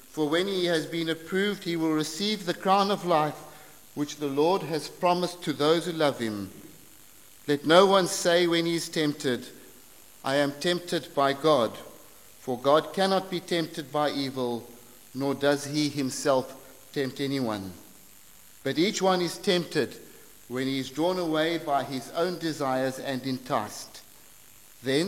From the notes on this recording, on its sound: preached at St Marks Methodist, Cape Town